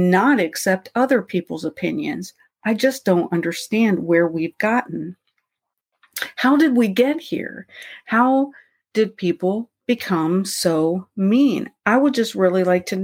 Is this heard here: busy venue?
no